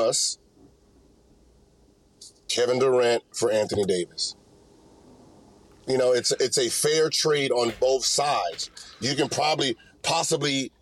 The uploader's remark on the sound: Did it while driving.